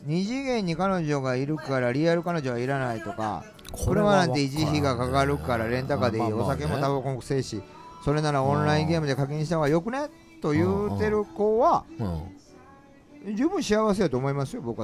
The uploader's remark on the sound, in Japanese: 今夜は四條畷はソウルキッチンにてクリスマスLIVEを終えてからの収録でした〜音声の乱れは有りますが会場の雰囲気もお楽しみくださいね！